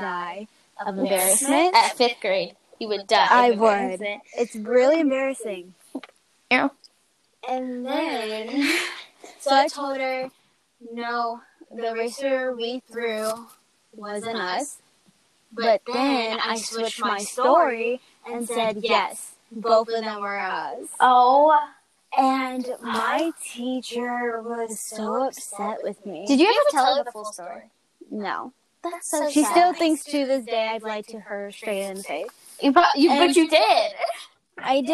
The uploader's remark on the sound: sorry for echoing.